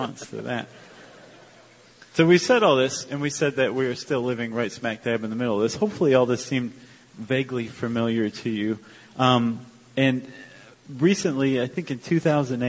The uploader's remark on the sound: Live in Chicago. This fascinating live episode.